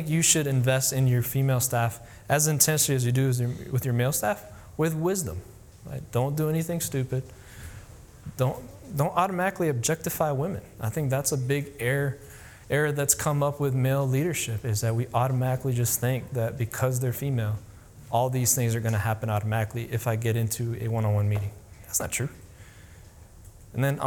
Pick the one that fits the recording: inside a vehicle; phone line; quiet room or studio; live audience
live audience